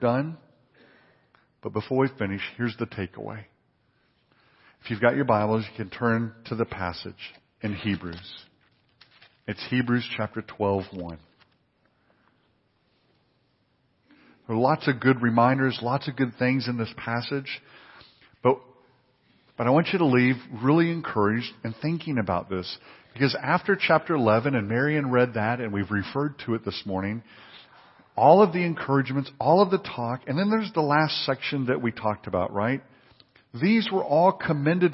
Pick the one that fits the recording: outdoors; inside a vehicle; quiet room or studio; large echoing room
large echoing room